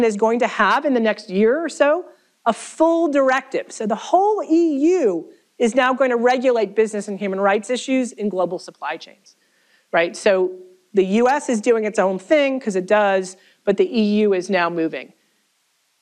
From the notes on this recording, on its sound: This event was the keynote lecture for the Minnesota Law’s Human Rights Center Day.